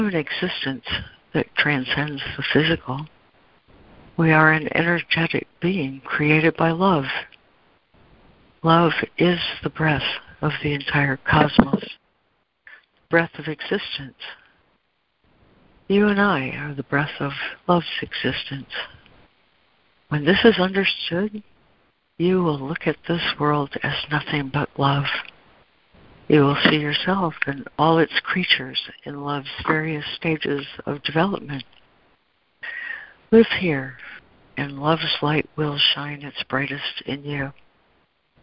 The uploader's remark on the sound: ACIM Daily Conference Call